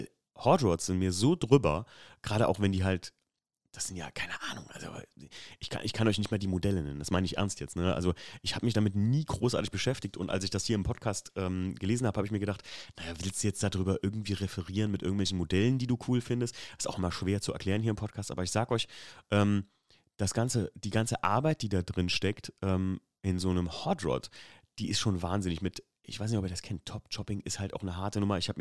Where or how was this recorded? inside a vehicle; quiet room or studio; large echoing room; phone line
quiet room or studio